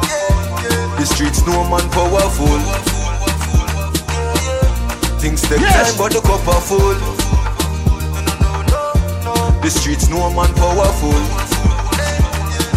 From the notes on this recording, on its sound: Live audio from Seafood Tuesdays at Manville in NY